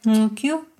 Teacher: With the dental click type, you have the word ngkyu, meaning nose.